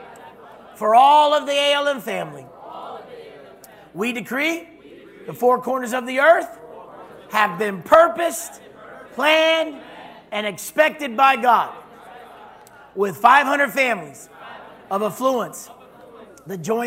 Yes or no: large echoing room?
yes